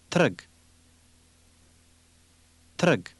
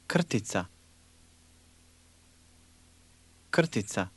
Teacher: When it appears between two consonants, the Croatian letter R can sound almost like a vowel.